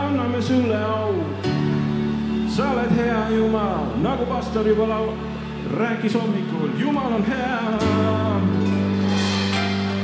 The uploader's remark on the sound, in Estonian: Audio salvestus koosolekult.